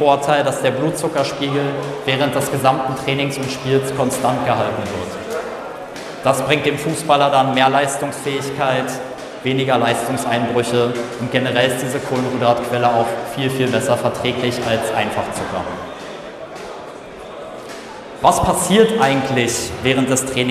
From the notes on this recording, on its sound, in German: FUMEBA Messe Vortrag. Auf der FUMEBA (Fussball Messe Baden) als Speaker zu Gast und spricht auf der Hauptbühne. Live-Mitschnitt des Vortrags.